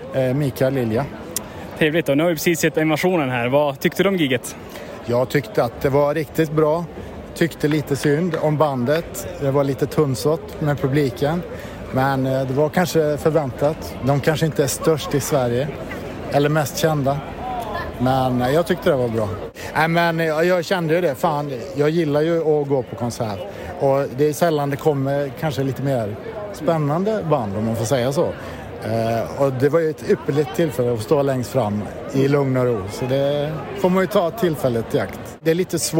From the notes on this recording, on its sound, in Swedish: Dessutom ett repotage från Kirunafestivalen.